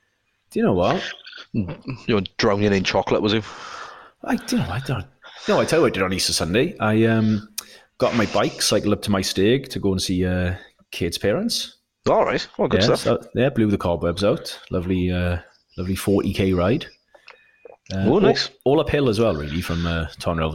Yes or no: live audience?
no